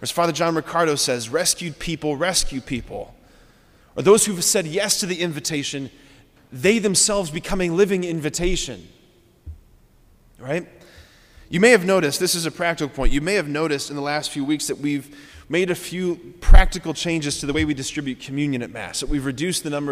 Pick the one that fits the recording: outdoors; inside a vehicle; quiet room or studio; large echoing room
large echoing room